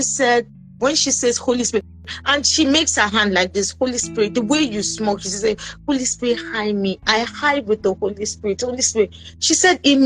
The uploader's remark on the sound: episode on Instagram Live